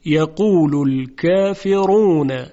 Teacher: حرف را چون ضمه داره، یعنی در واقع بعدش صدای کشیده او هست، واو مدی، در این حالت حرف را مضموم محسوب میشه و تفخیم میشه، یقول الكافرون هذا یوم عسر.